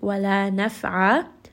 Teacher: And this is a two count مَد العِوَد. So if we stop here, we will turn this tanween into a two count مَد